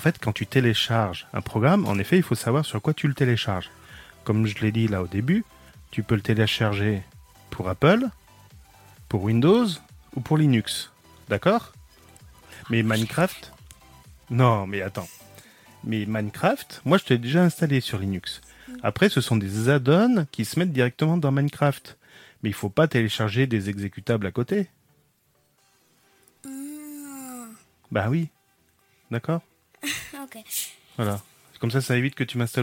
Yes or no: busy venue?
no